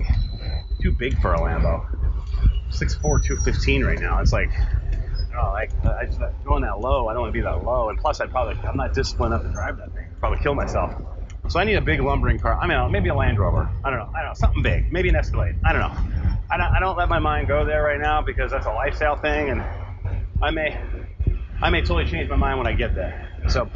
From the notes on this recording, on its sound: Bad sound.